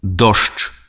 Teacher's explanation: На канцы слова спалучэнне ж дж аглушаецца і вымаўляецца як ш.